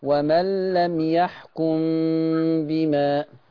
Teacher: خلي بالك برضو من الإخفاء الشفوي والميم اللي وراها باء